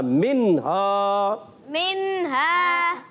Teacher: غنہ نہیں کریں گے، نون کو ہلائیں گے بھی نہیں · Term: اظہار حلقی